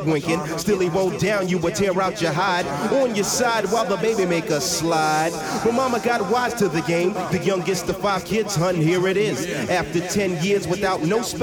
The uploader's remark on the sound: Live at Yo!Mama at Les Vedettes Café Culturel (HipHop DJ Set).